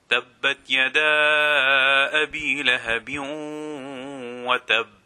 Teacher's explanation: we have lahabin. Here we are making idgham with ghunna